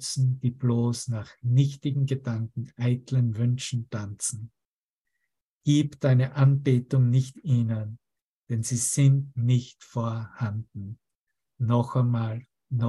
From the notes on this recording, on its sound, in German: Zoom-Session. Veranstaltet von der Aleph Akademie.